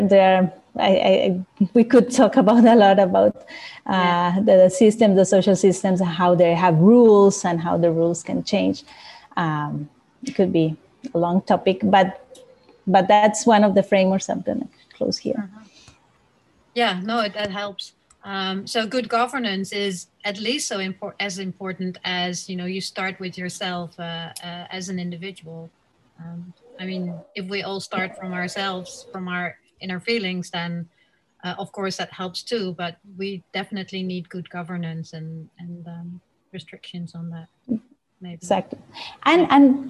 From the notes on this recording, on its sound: This week’s podcast utilises the audio from the webinar interview. From the AnimalConcepts platform.